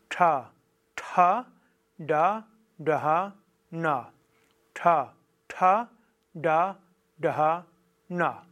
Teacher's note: Zerebrum ist eigentlich das Gehirn und das heißt, die Zunge zeigt nach oben, wird auch manchmal als Retroflex bezeichnet. Das heißt, die Zunge ist oben und so ganz leicht nach hinten, aber im Wesentlichen die Zunge oben, senkrecht nach oben